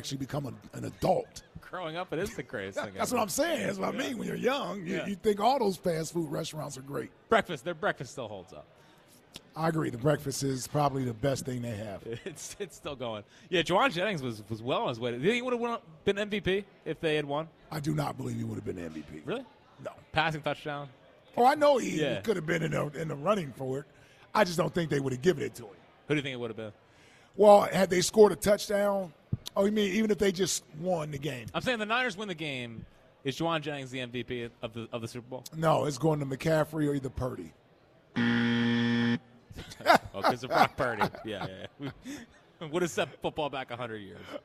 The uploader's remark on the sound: Live from Chickies in South Philadelphia.